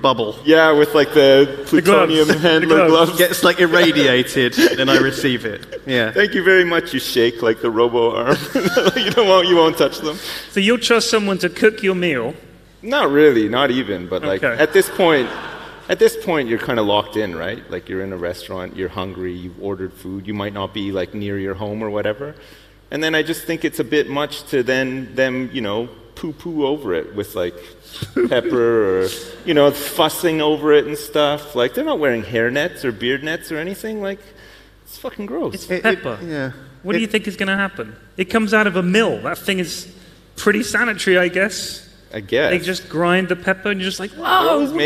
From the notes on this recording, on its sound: Live from YogCon.